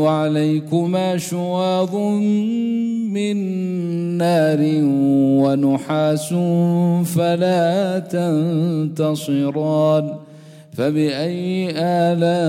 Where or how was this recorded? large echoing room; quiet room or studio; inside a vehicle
large echoing room